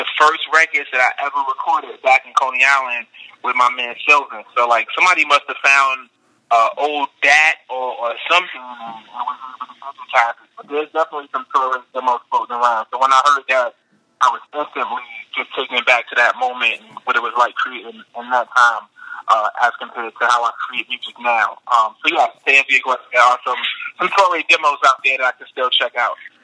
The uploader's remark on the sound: called into the show